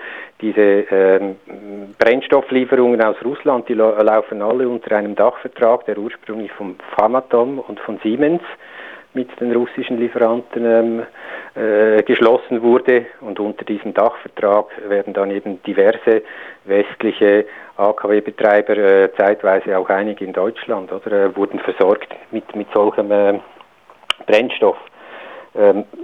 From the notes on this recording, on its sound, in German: am Telefon